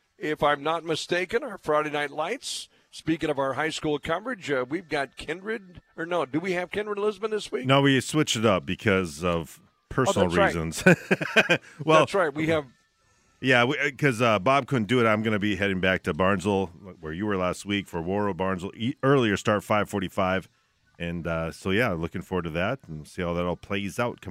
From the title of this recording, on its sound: Live from Applebee's on 13th